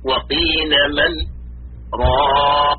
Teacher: أما النون في المواطن في قوله عز وجل وقين من راق، فتظهر النون مع سكتة لطيفة، السكت وقطع الصوت عن آخر الكلمة زمنا دون زمن الوقف بدون تنفس بنية استئناف القراءة في الحال.